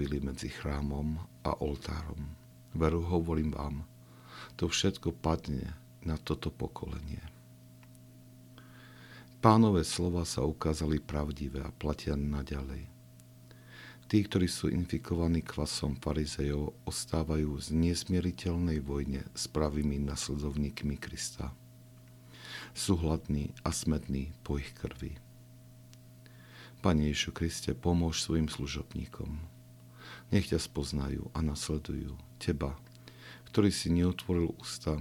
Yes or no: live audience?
no